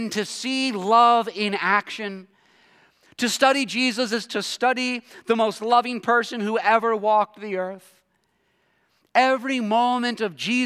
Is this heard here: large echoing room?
yes